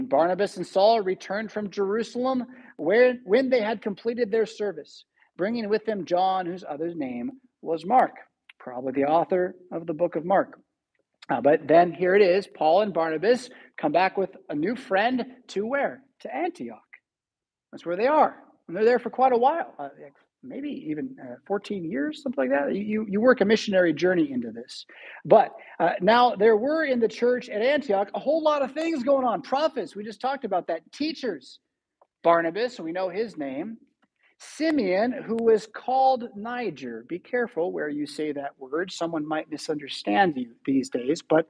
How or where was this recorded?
large echoing room